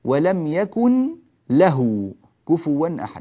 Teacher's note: فتذهب ذات النون وتذهب غنتها بالكلية · Term: إدغام بغير غنة